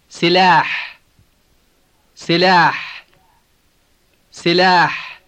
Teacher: You will recognize the heavy H at the end of the word.